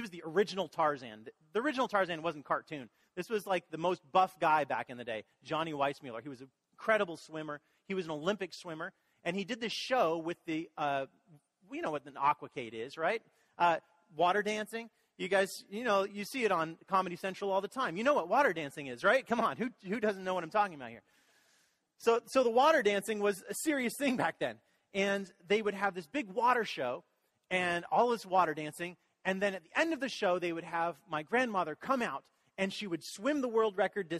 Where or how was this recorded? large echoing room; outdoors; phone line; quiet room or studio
large echoing room